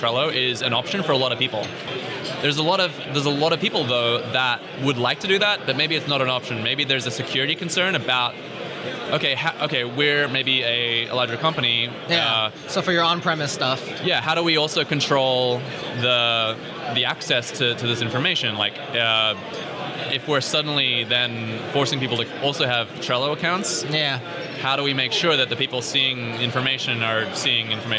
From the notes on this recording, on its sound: recorded at OSCON London 2016